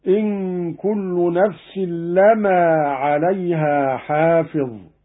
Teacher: قرأ قانون بتخفيف الميم هكذا: إن كل نفس لما عليها حافظ.